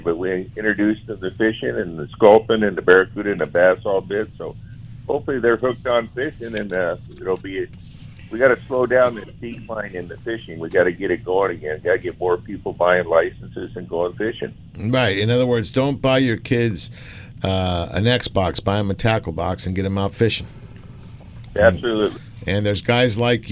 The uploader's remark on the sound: On Angler Chronicles from 5:00-7:00 AM PST on AM 830 KLAA. "LIVE" from Angel Stadium in Anaheim, CA.